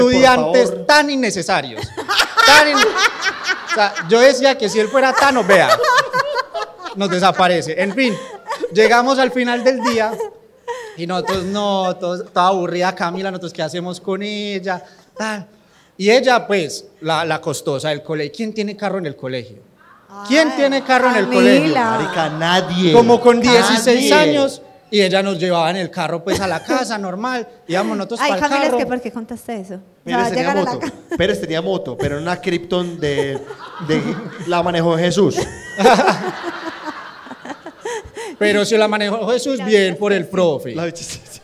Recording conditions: live audience